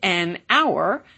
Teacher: This also explains why we say an hour, because hour is spelled with an initial H, but pronounced with an initial vowel